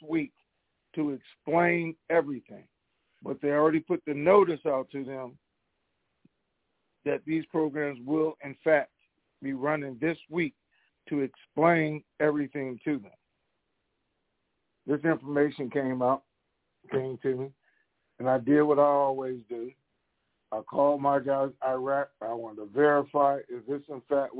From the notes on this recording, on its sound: TNTSuperfantastic Conference Call